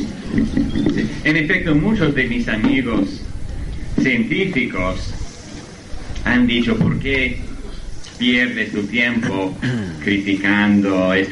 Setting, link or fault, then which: setting, live audience